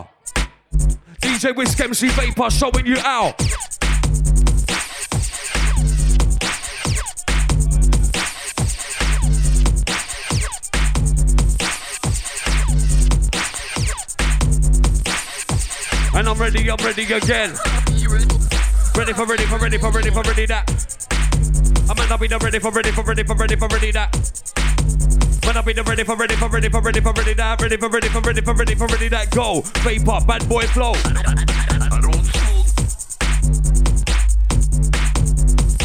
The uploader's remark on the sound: Recorded live from Rainbow Venues, RAW Bassline Safari. Strictly oldskool vinyl special.